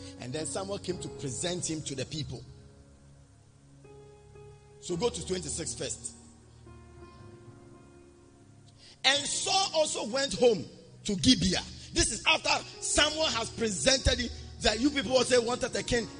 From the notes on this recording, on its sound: Preached at the Spiritual Encounter Service.